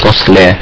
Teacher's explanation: وهي اللام هنا مرققه تصلى لان الصاد وقعت بين التاء المرققه واللام المرققه